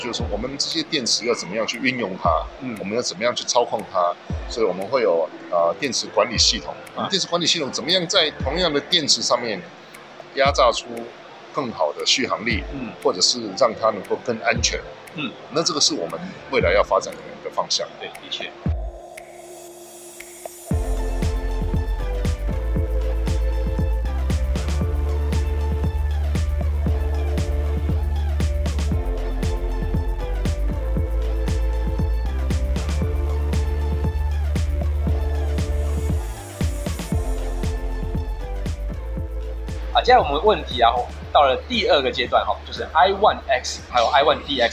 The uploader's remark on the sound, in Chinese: Kisplay米蘭二輪車展現場直擊！